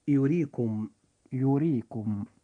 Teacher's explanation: حرف الراء في هذه الكلمة جاء مكسورا وهو في وسط الكلمة فيجب أن يرقق عند النطق، فنقول يريكم يريكم.